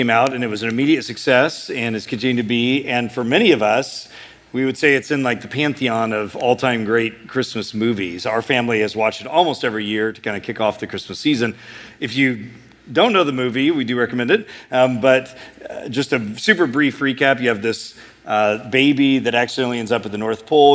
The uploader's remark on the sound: A sermon preached at Sojourn East